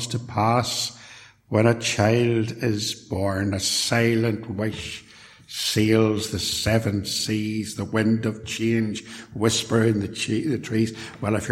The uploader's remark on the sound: A sermon preached at Templepatrick Reformed Church, on Lord's Day evening.